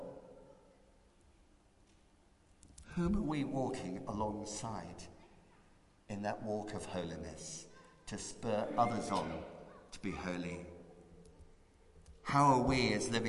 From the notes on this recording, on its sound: Christ Church, Bayston Hill (UK).